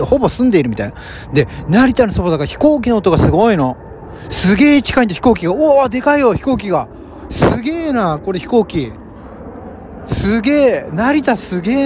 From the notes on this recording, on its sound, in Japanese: 千葉県成田市の素敵なゴルフ場で収録しておりまーす。京カントリークラブ。